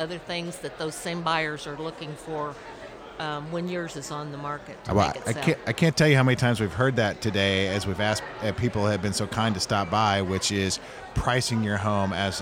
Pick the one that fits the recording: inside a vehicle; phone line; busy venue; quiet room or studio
busy venue